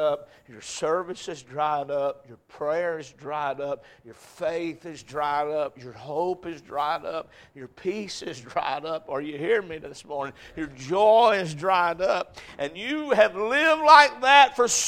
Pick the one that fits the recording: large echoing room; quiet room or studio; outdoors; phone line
large echoing room